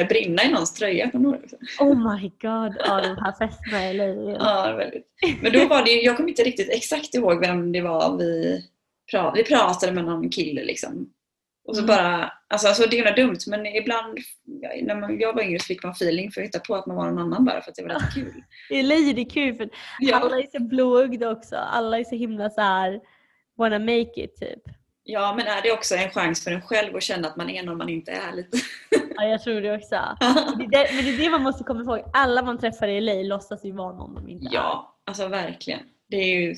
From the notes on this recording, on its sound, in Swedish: Snälla ha hänsyn till ljudet då vi pratar över skype så ljudet är såklart inte det bästa.